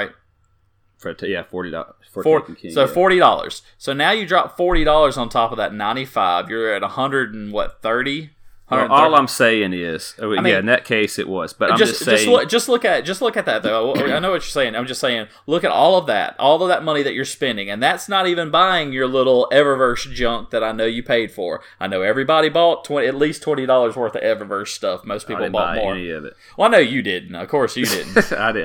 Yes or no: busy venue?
no